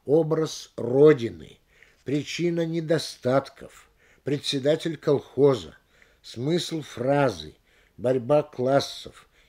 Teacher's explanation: В определении обычно больше точности, реального смысла, поэтому ударение всегда падает на определение в родительном падеже · Term: закон родительного падежа